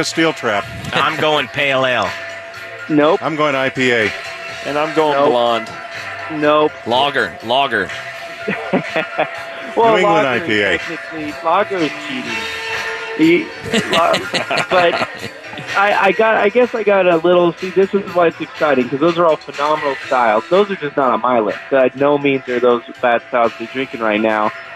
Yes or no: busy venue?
yes